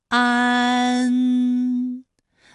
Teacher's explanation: 首先，安发音的时候呢，起点元音是前低不圆唇元音啊，舌尖抵住下齿背，舌位降到最低，软腭上升，关闭鼻腔通路啊。那我们从前啊开始，舌面升高，舌面的前部抵住硬腭的前部，当两者将要接触的时候，软腭下降，打开鼻腔通路，紧接着舌面前部与硬腭的前部闭合，使在口腔受到阻碍的气流从鼻腔里透出，口型由开到合，舌位移动比较大。安，哎，我把这个过程当中啊给大家发的细一 · Term: 前鼻韵母